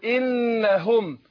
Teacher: الهاء هي تخرج من أقصى الحلق